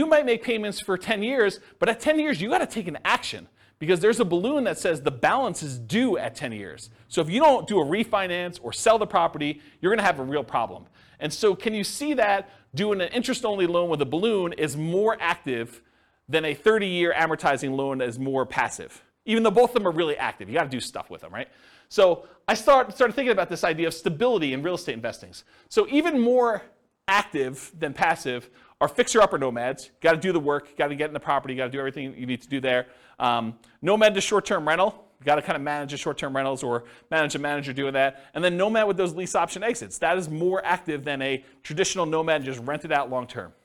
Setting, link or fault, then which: setting, live audience